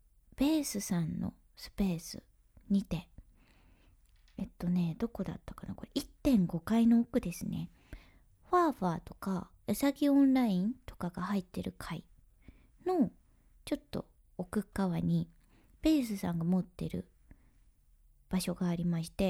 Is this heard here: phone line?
no